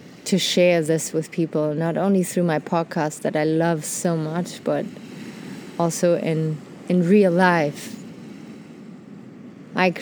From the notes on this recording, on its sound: Today enjoy an episode recorded on a black sandy beach in Mexico.